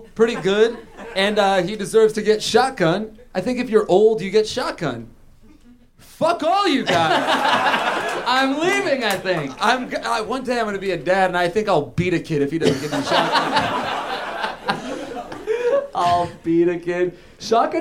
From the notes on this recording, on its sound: Live At UCB Theatre in LA! Recorded live at UCB Theatre in Los Angeles!